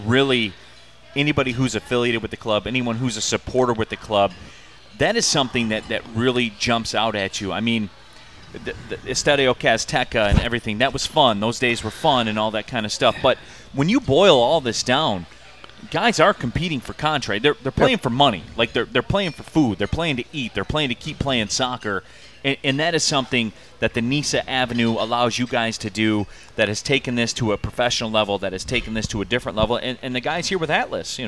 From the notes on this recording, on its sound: live from Motor City Casino Hotel